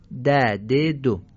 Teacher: معمولا ما دالو با لثه میگیم